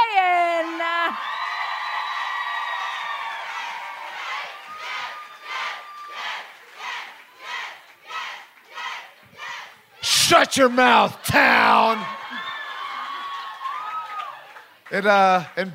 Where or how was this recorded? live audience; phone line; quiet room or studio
live audience